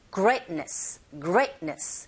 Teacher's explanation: 강세가 great, 이 부분에 있으니까 거기에 힘을 꽝 주시고 t 사운드 거의 안 들리죠.